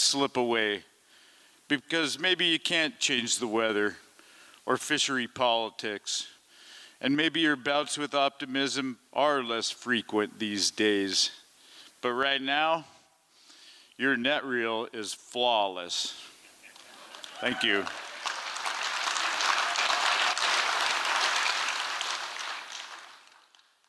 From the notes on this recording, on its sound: Liberty Theatre-Saturday Night-Fourth Set. This recording was made on Saturday, February 25th, 2023, at the Liberty Theatre in Astoria, OR as part of the FisherPoetry Archive Project.